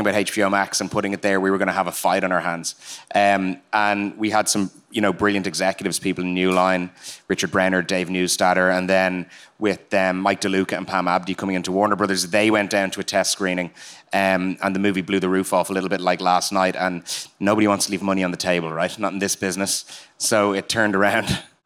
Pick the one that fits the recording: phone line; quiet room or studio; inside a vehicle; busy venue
busy venue